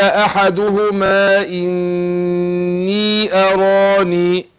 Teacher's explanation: أو قال أحدهما إني أراني. إني هو النون المشددة هتاخد غنة حركتين وبعدين أدي الياء المد الطبيعي بتاعها.